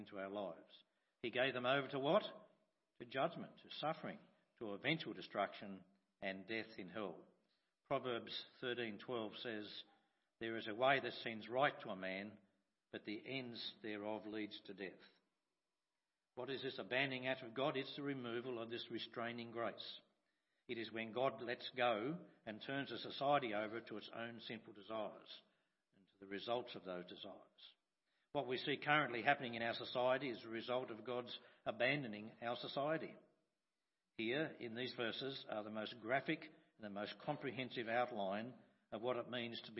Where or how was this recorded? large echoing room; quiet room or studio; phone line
large echoing room